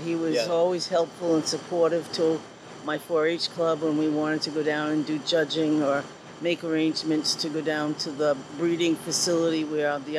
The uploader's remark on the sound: In this outtake from our episode recorded at the Washington County Fair.